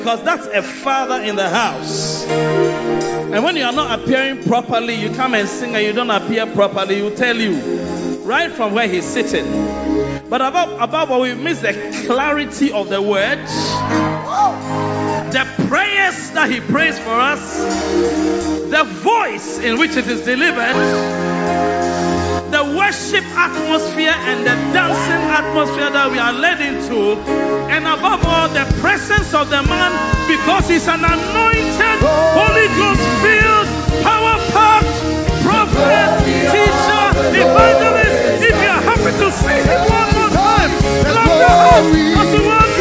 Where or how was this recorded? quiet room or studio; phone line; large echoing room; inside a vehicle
large echoing room